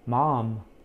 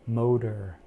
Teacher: Mom has the ah vowel sound. And motor has the o vowel sound.